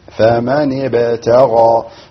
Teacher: هنا عندنا حرف الباء. حرف الباء قلقلة. هنا الحرف ساكن الباء. فتمكن منه القلقلة ويعني حاول إظهارها بالشكل المطلوب.